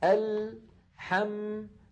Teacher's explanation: بعد ذلك ننتقل إلى الآية الأخرى. الحم، لاحظوا اللام ساكنة، حم الميم ساكنة، فزمن اللام وزمن الميم واحد